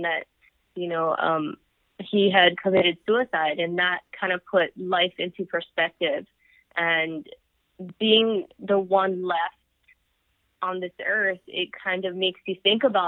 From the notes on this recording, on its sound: FYI, this episode was recorded via phone bridge to a studio in Hawaiʻi during the Covid-19 crisis. For engineering the audio at Thunder Studios Hawaiʻi.